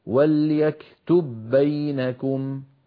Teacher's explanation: لاحظوا بأن الباء الأولى أدغمت في الثانية يعني دخلت فيها، فأطبقنا الشفتين على باء ساكنة غير مقلقلة وباعدناهما عن باء مفتوحة · Term: الإدغام